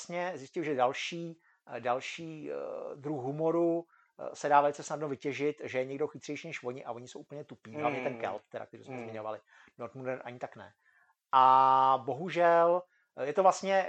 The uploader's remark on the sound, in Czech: Omlouváme se za slabší kvalitu zvuku.